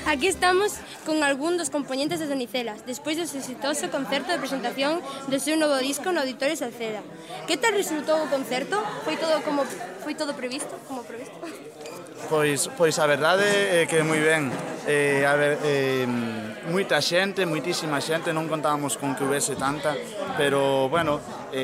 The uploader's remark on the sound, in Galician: Nos trasladamos den directo ao auditorio de Salceda, onde presentaron o seu novo disco, para falar con algunha das súas integrantes e coñecer a opinión do público que asistiu.